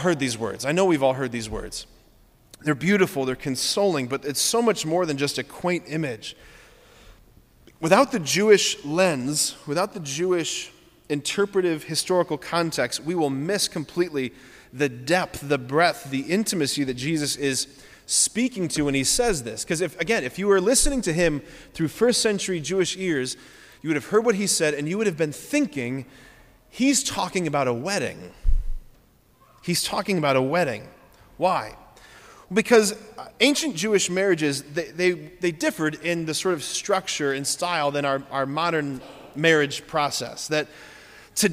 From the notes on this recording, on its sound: preached this homily on May 7, 2023 at Sacred Heart of Jesus Catholic Church in Wadsworth, OH.